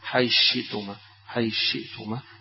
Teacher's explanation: وهذه يعني فيها إدغام لأبي عمرو، إن قرب الثاء من الشين يقوم يدغمها أبو عمرو بخلفه ويدغمها أيضا يعقوب، معنى الإدغام يعني حيدخل دي في حرف واحد، حيث شئتما، حيث شئتما. يبقى هنا الثاء اتلغت وصار مكانها الشين